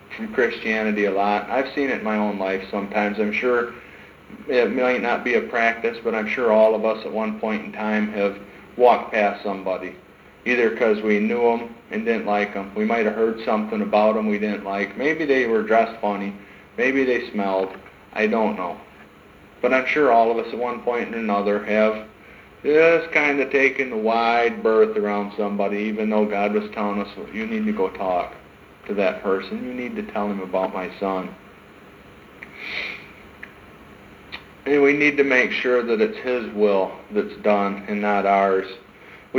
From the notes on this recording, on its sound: sermons preached in 2012 at Hope in Christ church